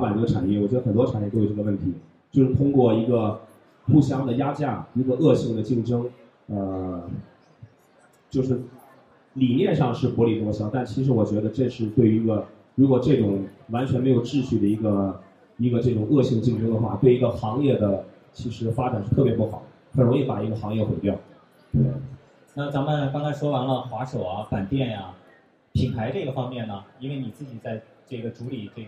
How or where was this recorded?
busy venue